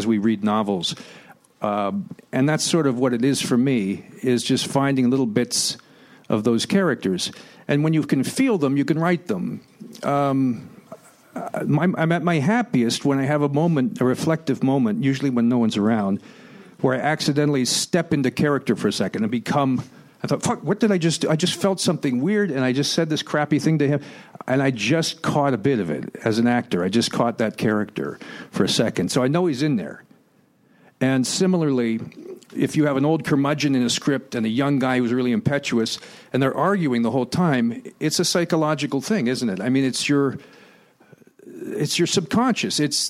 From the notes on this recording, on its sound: Recorded May 1, 2016 at the Nerdist Theater at Meltdown Comics.